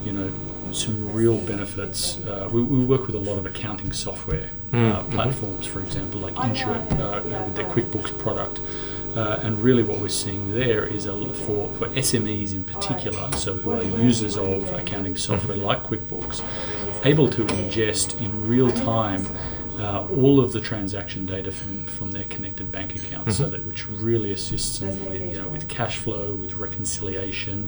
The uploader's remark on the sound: Live at Money2020